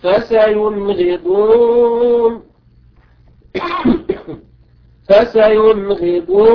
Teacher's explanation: نلاحظ هنا في كلمة فسينغضون أننا أظهرنا النون